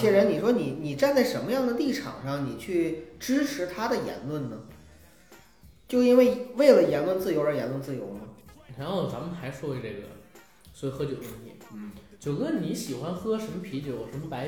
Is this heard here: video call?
no